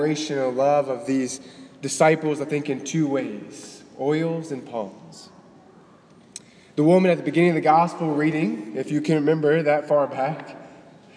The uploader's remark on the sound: Delivered on March 25, 2018 at the Cathedral of the Nativity of the Blessed Virgin Mary in Biloxi, MS.